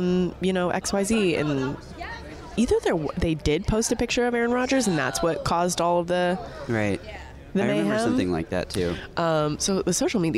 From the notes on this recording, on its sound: LIVE from the 2022 NFL Scouting Combine in Indianapolis right in the middle of all the action